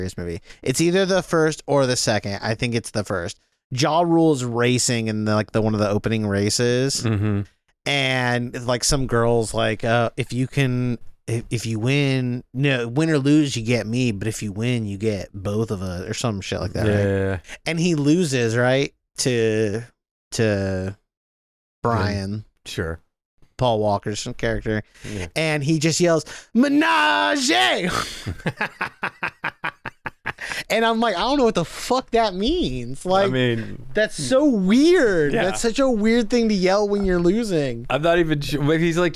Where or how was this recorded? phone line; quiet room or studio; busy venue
quiet room or studio